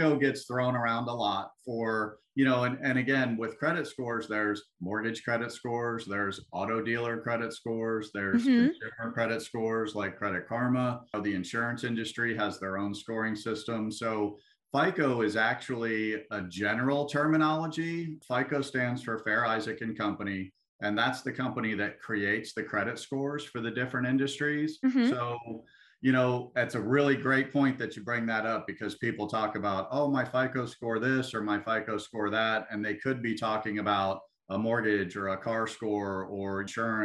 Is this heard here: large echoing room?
no